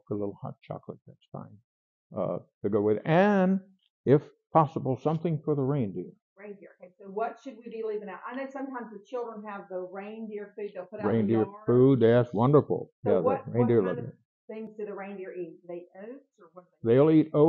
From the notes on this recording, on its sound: My microphone was not